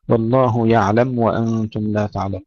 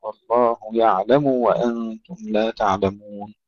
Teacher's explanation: تحقيق ضمة الميم لأن بعدها واو، ننتبه ألا تدخل الضمة في الواو فتسكن الميم · Shown in: second take